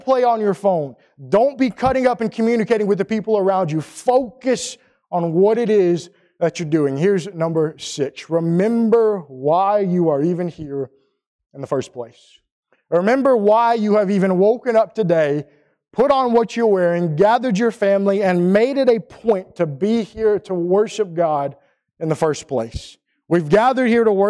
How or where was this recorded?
large echoing room